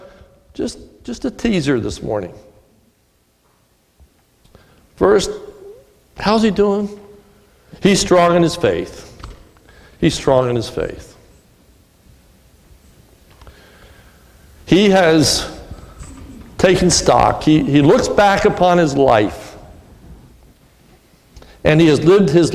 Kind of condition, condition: setting, large echoing room